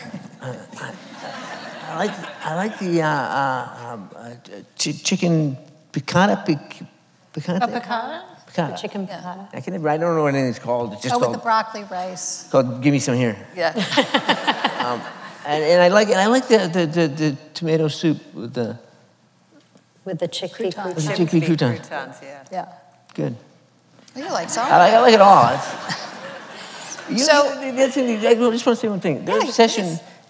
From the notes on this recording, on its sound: The conversation was recorded on April 17, 2019 in front of a live audience at New York's 92nd Street Y.